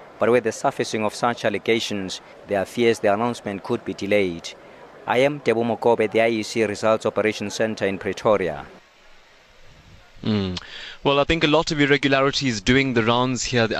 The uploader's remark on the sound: LIVE from the IEC Nerve Centre in Pretoria